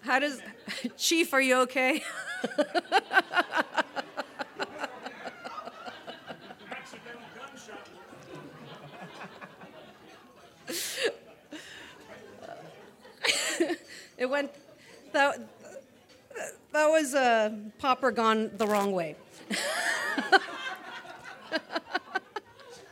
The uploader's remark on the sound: the live recording from the Roast